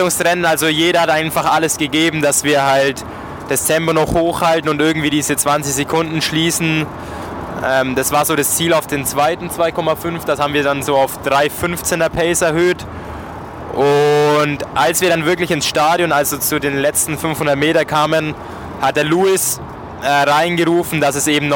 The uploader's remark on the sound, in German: Vergangenes Wochenende haben wir unser Mikrofon wieder heimlich mit in die Sporttaschen der Jungs gepackt und herausgekommen ist wieder eine feine Live-On-Tape Folge - ungeschönt - ungestellt. Das Wochenende in Viernheim zum Saisonabschluss der zweiten Bundesliga Süd.